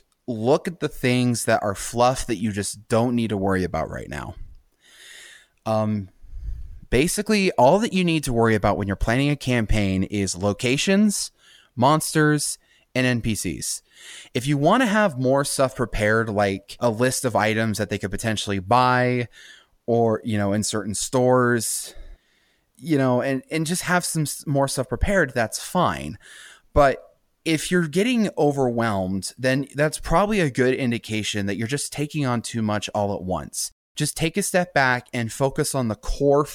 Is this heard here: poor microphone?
no